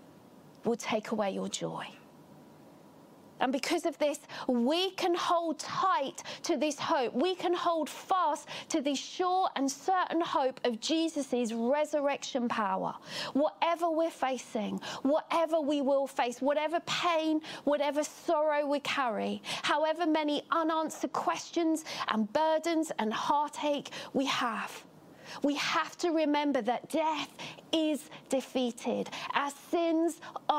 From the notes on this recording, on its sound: Catalyst Live Online Church Service.